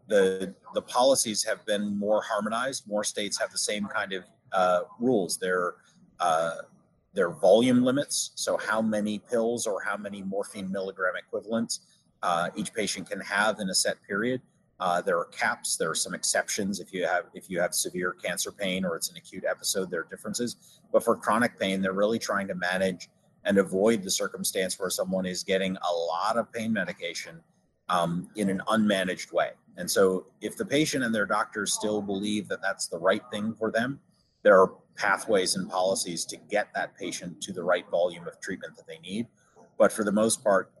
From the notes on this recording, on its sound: joins us from the floor of the BIO convention, taking place in Philadelphia this week